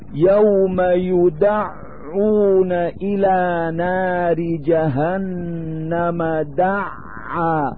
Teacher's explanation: يجب على القارئ أن ينسل العين نسلا برفق